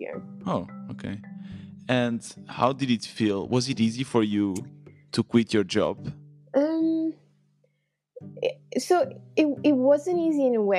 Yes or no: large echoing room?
no